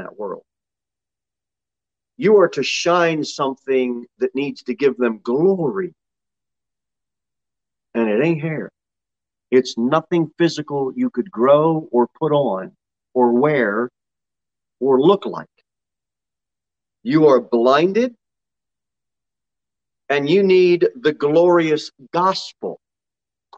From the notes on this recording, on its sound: Sermon delivered at Pilgrim Baptist Church on Thursday, February 17, 2022, at 6 pm. Jere Whitson Rd.